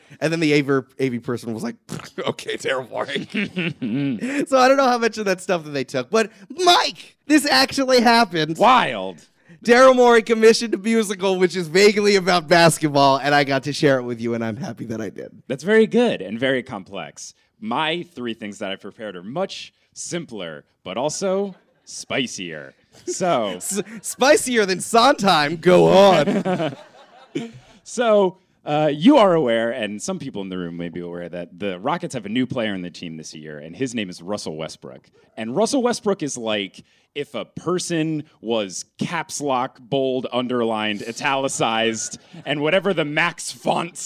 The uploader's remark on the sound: Live from Houston